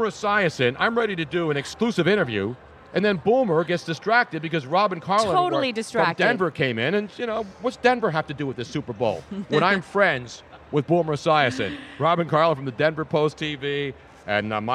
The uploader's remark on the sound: LIVE from #SB50 Radio Row. Fun and crazy day on radio row as the media hordes grow each day closer to the big game.